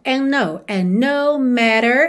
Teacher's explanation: Você junta no N, ok? Pode ignorar o D.